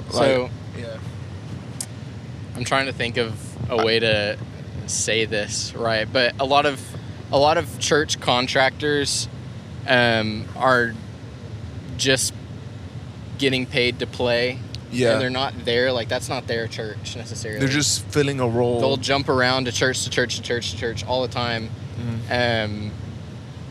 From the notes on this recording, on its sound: Don't podcast and drive. In this special audio only; “carpool karaoke” - esque episode. Travel to a music gig.